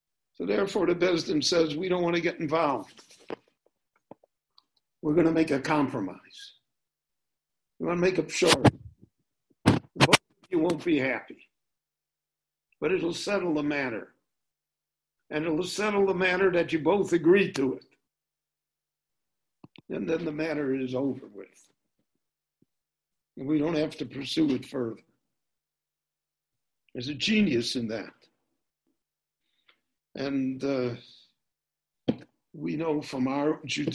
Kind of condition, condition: link, video call